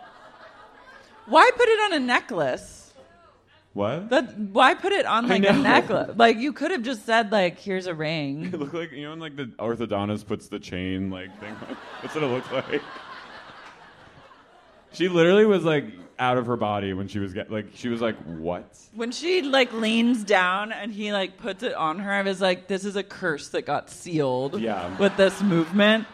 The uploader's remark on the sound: LIVE at The Bowery Ballroom